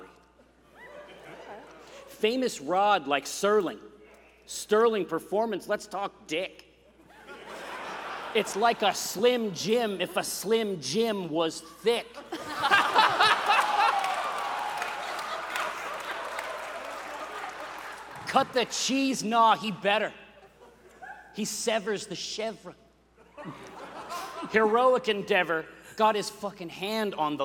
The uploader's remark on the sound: live at PAX Unplugged 2023